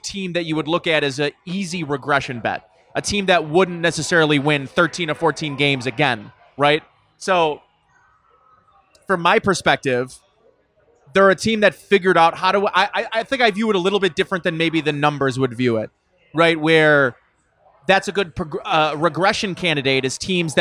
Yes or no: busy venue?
yes